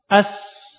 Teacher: Ujung lidah mendekati ujung gigi bawah. · Term: huruf sin